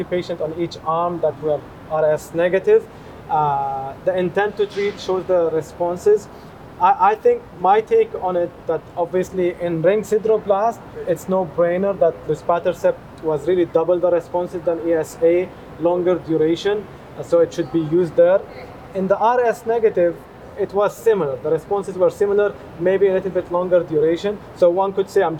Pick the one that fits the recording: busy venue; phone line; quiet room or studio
busy venue